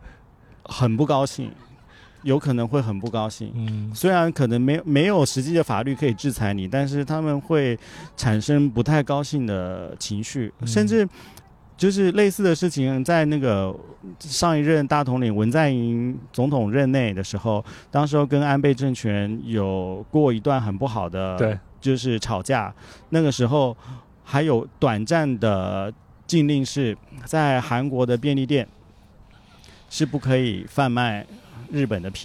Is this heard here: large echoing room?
no